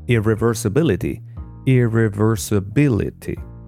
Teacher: So again, bill is the part which will receive the stress. · Term: main stress